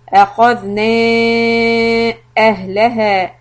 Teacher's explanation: When the letter ha has a sukun, make sure we don't put any kind of an extra sound like a aha, like a fatha on it.